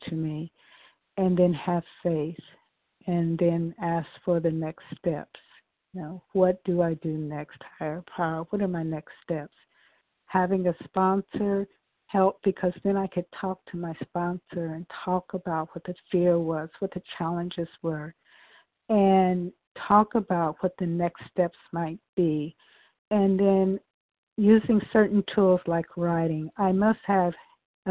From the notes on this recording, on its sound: From the 100 Pounders Phone Meeting.